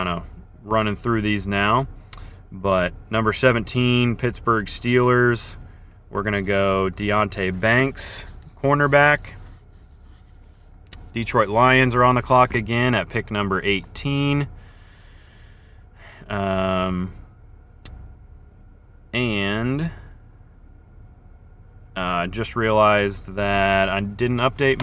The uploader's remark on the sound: Coming to you live from downtown KC on the morning of the draft.